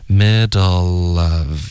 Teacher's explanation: 你说 middle 然后后面带一个元音的时候呢，这个前面的辅音一定要连到后面的元音， middle 结尾你的舌尖要顶上颚 dull, OK,然后再连到 of middle of,然后你就听到一个 l 的音了，这就是一个 l, l 在音节结尾， l 在音节开头都会见到，尤其是连读的时候、如果使用